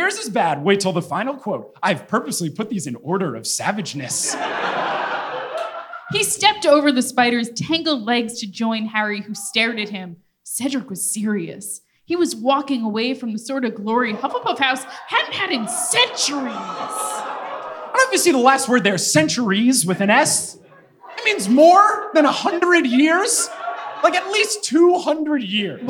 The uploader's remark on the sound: LIVE FROM NEW YORK!